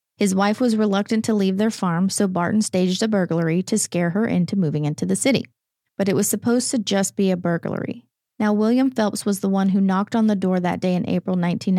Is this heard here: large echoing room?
no